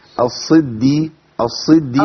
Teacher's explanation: بس الصدي لا الصدي الصدي عندي دال مشددة فخدي بالك الدال المشددة دي ممكن أخلي واحدة مفخمة واحدة مرققة. أقول الصدي عايزين دالين مرققين